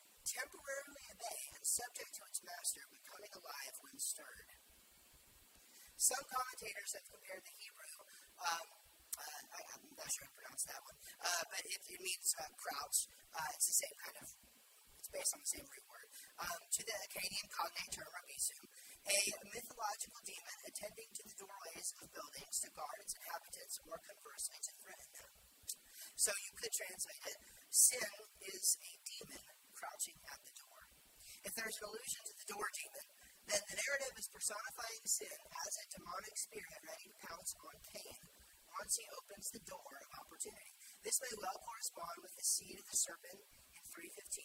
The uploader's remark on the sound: Share with you a message I gave recently at church. The audio quality is not wonderful.